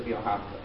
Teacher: Because in the natural process of co-articulation, the anticipation of the t sound that's going to come later is going to carry backwards onto the vet. So in anticipation of saying the t, I already devoice the v sound and make it the v'ahavta.